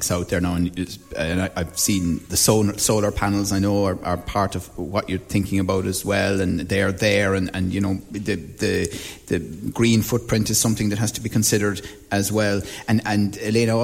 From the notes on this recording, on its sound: Broadcasting live from Fitzgeralds Woodlands House Hotel & Spa in Adare